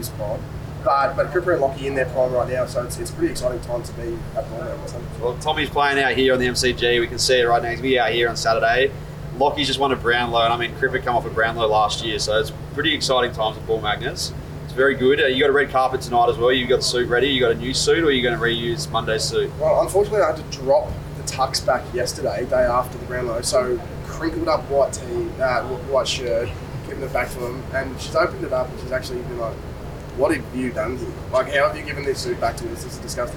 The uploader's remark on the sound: LIVE Grand Final Special from AFL Footy Festival. This was a bonus episode we recorded LIVE at the AFL Footy Festival.